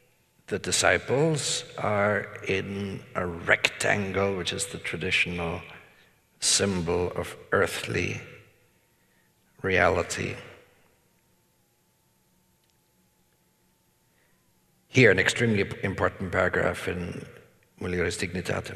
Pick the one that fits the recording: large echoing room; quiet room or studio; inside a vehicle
large echoing room